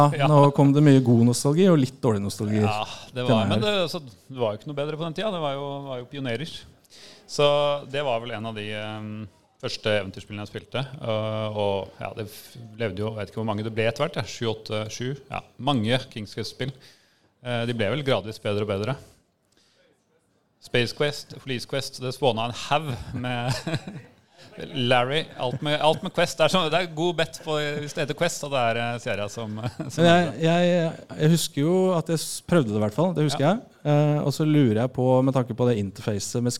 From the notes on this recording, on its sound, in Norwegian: Dette er det et lydopptak fra liveshowet.